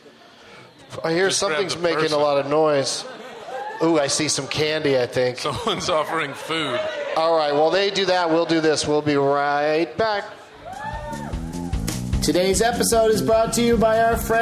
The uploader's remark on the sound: Live from Gramercy Hall in NYC